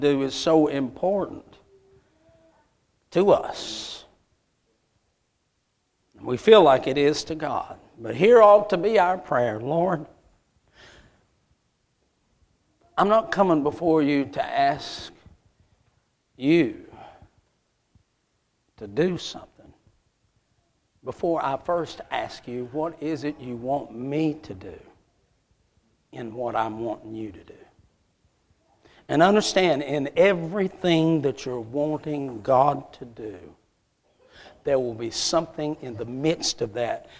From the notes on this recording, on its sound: A message Preached at Crossroads Baptist Church